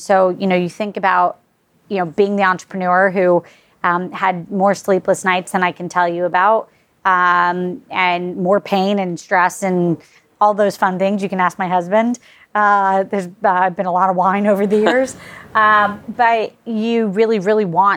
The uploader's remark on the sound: At Empire Startups’ New York Fintech Week Conference. Was able to record some interviews with some of the top speakers of the conference!